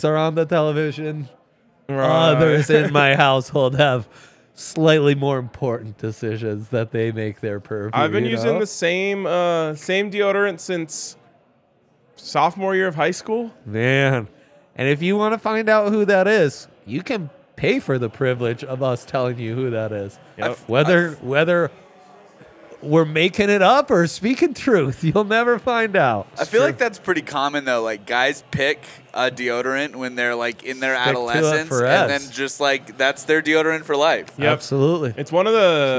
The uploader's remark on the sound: LIVE from the DNVR Bar